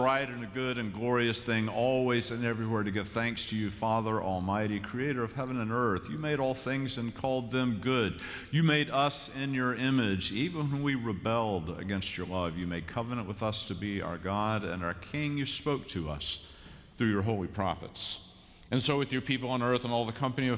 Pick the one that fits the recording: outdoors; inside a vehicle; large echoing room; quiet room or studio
large echoing room